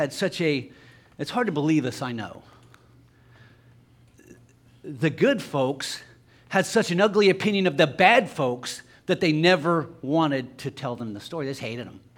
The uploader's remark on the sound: LIVE Services at Sunshine